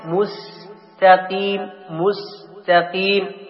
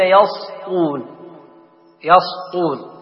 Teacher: كذلك المطلوب ترقيق السين في كلمة مستقيم · Shown in: first take